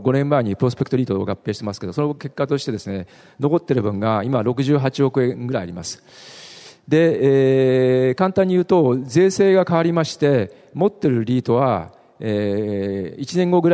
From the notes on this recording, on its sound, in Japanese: ２月２０日に東京証券取引所で開催した「J-REITファン2016」に登壇した日本賃貸住宅投資法人のIRセミナー